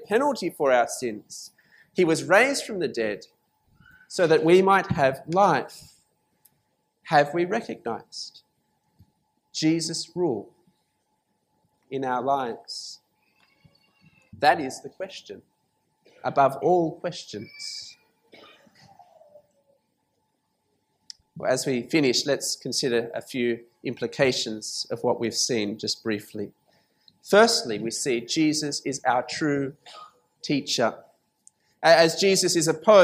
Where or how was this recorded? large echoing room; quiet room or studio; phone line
large echoing room